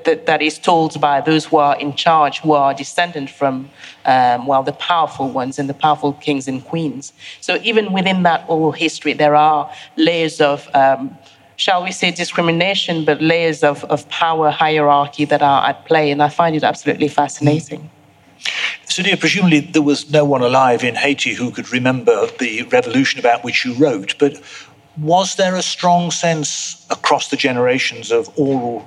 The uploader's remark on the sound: Recorded live at the V&A museum, in association with the Wolfson History Prize.